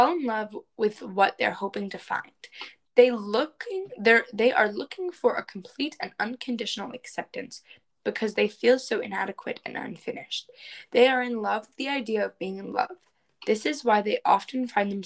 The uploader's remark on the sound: Record this episode virtually for the first time! The audio sounds a bit funny.